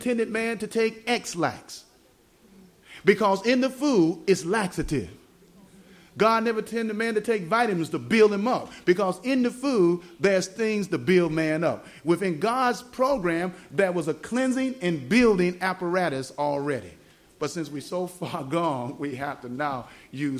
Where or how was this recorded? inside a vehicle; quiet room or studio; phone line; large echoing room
large echoing room